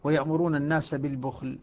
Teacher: عندنا بنلاحظ انه الباء مضمومة والخاء ساكنة